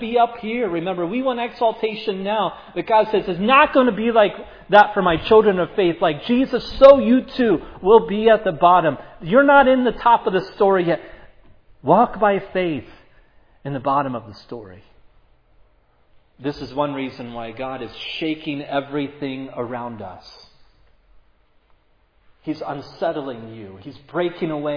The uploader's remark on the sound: was preached at Providence Church on Sunday, April 10, 2022